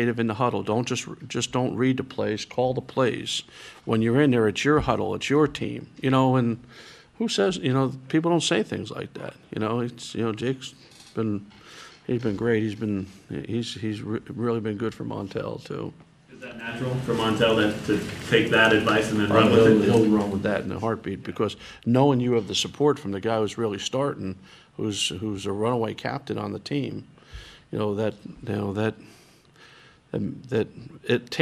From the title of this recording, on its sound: Press Conferences & Post-Game Interviews